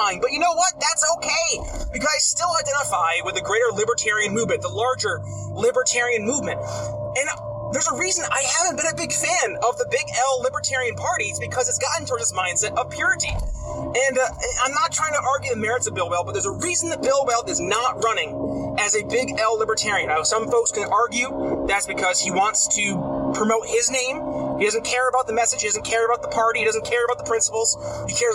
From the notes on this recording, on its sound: For the first episode of Traffic Tuesdays, I'm driving home from the gym